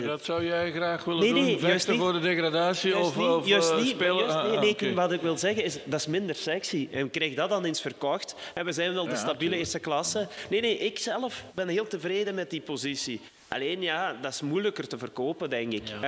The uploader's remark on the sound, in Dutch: Opgenomen tijdens het eerste Haspengouwse Podcastfestival!